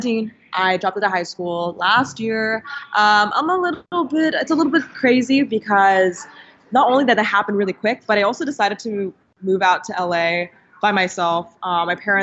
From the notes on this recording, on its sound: In this video I got on a Skype call with young entrepreneur.